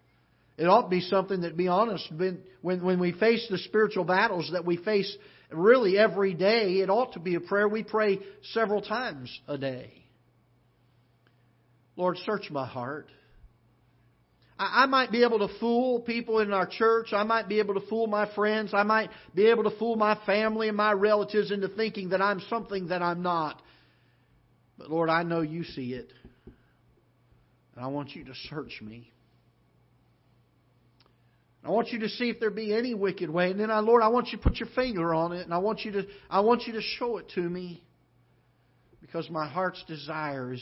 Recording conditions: large echoing room